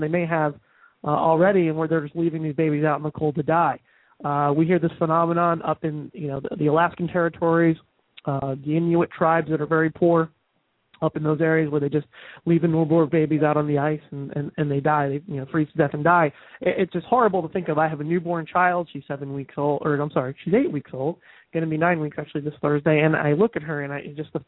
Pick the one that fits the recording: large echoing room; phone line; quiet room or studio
phone line